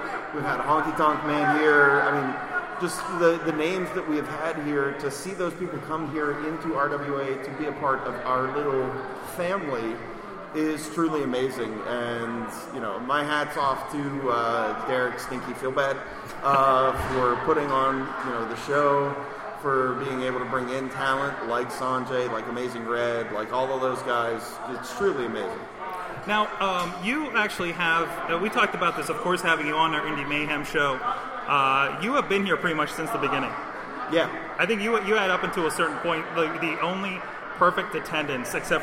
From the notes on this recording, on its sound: This is a special live episode recorded as fans filed in for RWA Open Season in West Newton, PA.